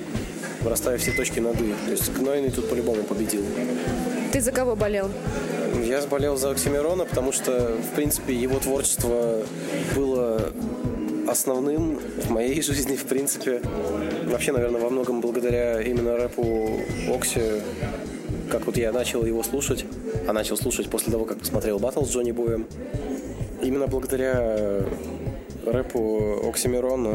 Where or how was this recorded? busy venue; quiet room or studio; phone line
busy venue